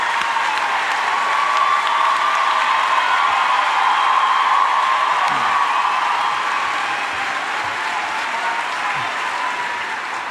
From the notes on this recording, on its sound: Armchair Expert Live from Brooklyn at the Brooklyn Academy of Music.